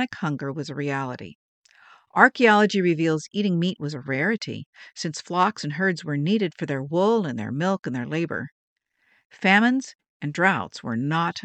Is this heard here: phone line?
no